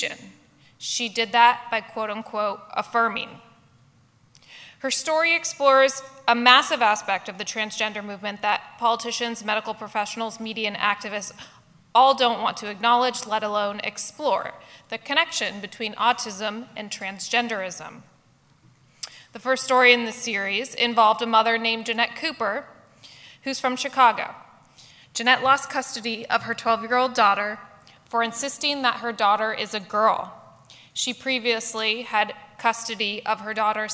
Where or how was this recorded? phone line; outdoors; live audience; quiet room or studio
live audience